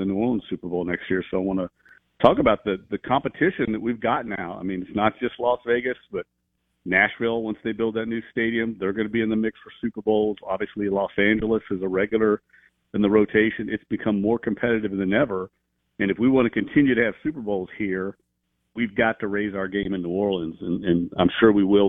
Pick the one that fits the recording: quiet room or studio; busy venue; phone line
phone line